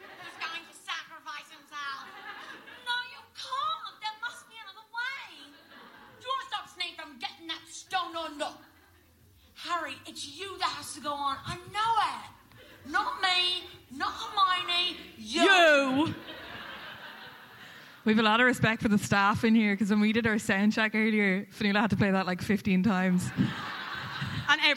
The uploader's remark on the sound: Live at Liberty Hall